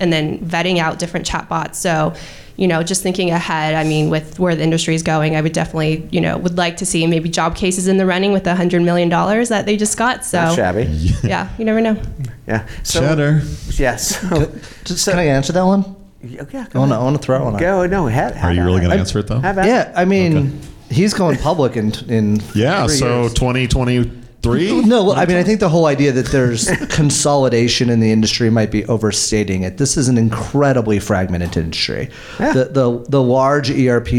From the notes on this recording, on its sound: This is Part II of a two-part podcast LIVE from Tempe Arizona and the TAtech AI Summit.